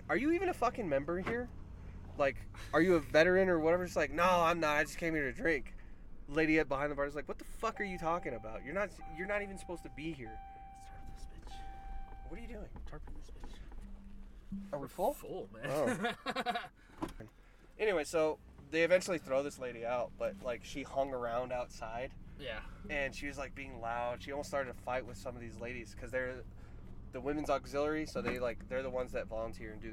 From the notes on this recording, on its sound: our 3 hour recording in the truck